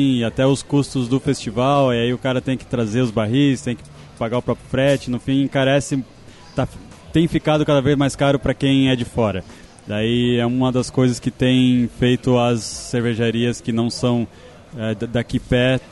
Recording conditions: busy venue